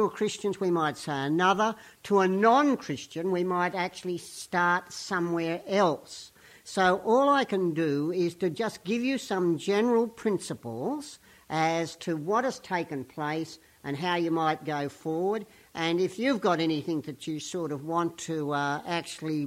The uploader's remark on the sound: Weekly Sermon from St Peters East Lindfield